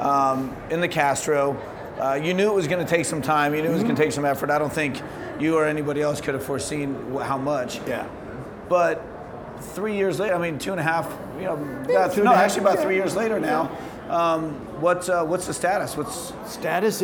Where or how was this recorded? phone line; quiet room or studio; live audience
live audience